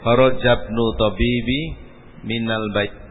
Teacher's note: Kalau pengucapan ibnu tadi tanpa butuh dibaca hamzahnya. Kharajabnu langsung.